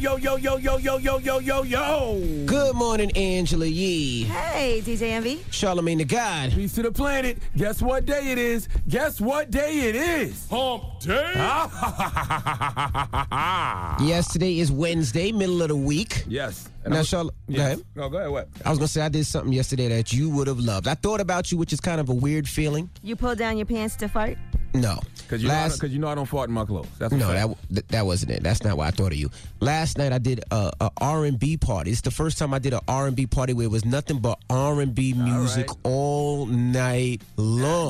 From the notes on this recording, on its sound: we opened up the phone lines to see if our listeners thought it was a big deal to them